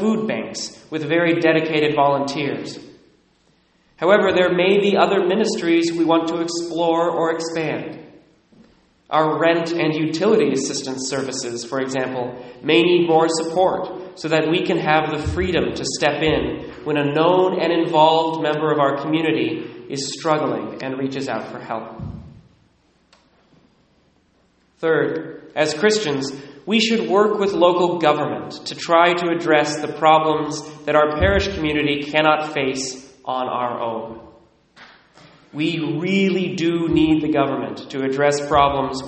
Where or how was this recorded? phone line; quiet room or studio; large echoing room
large echoing room